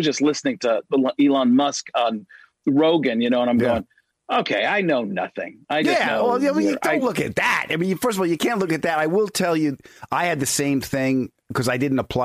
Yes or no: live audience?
no